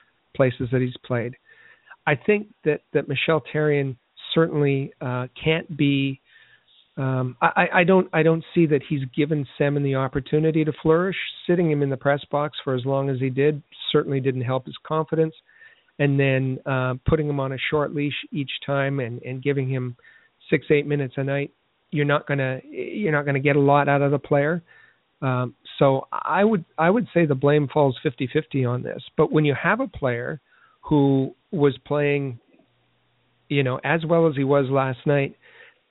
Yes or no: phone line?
yes